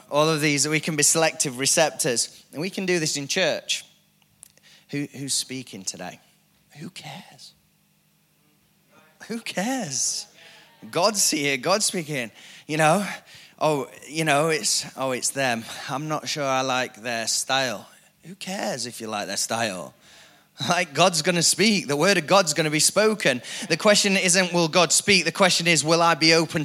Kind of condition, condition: setting, large echoing room